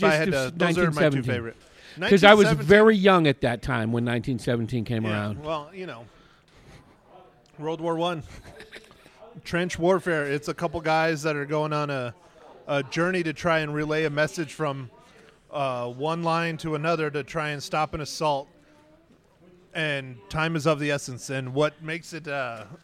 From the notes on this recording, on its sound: Recorded at Marks Beer Garden in Prescott, AZ. Recorded at Marks Beer Garden in Prescott, AZ.